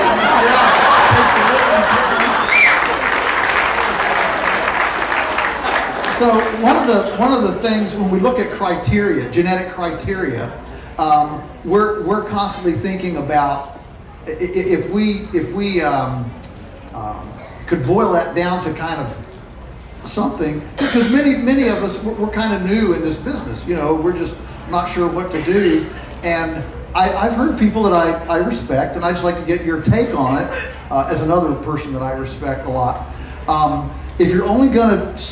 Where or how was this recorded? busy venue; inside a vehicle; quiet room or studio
busy venue